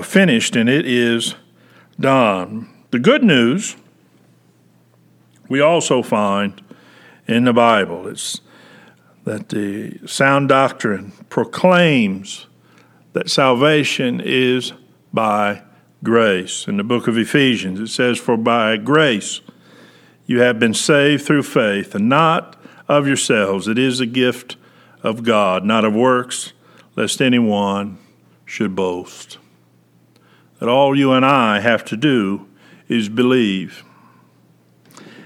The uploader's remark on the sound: Preached February 7, 2021 at General Baptist Church God's House of Prayer in Fairborn, Ohio